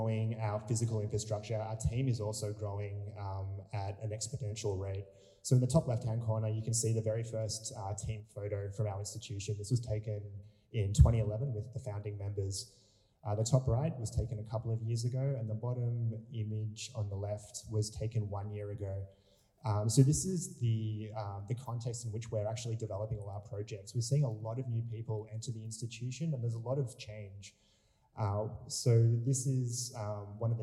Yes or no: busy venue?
yes